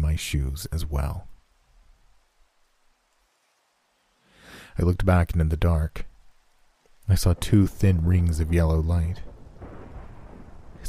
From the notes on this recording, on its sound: Halloween Horror Story w/ Rain & Thunder Sounds.